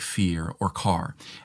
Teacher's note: They very clearly pronounce the R's in words like fear or car.